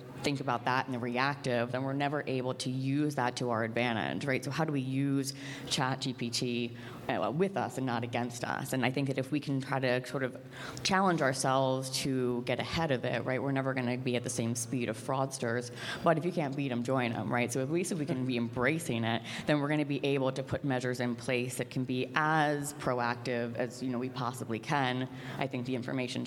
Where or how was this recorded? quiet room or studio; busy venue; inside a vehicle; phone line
busy venue